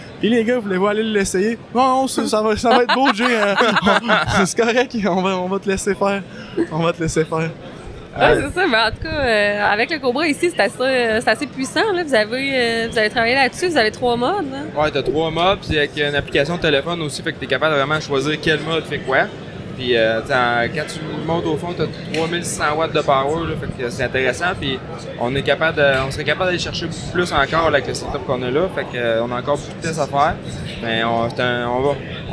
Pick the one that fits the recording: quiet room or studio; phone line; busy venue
busy venue